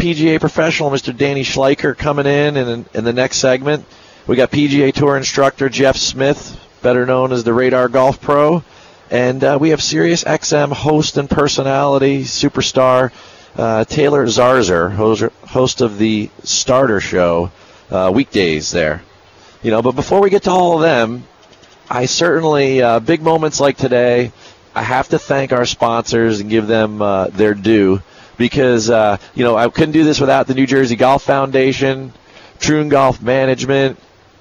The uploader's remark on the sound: On the road this week broadcasting "live" from the FedEx Cup playoffs, The Northern Trust. The amazing LNGC venue.